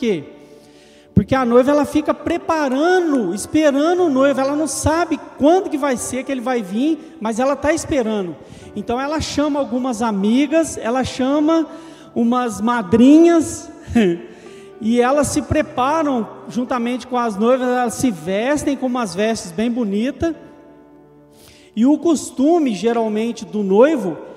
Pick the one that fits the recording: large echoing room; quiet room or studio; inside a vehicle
large echoing room